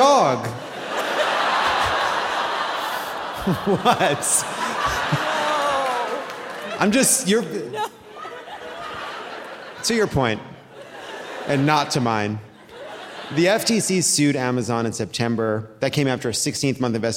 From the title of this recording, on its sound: Live from Seattle!